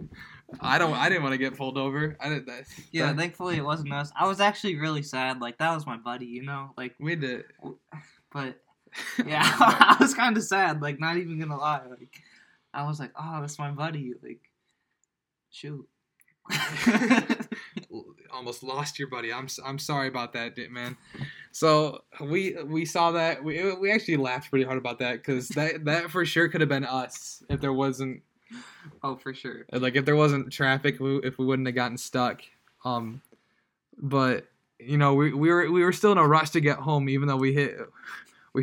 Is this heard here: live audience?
no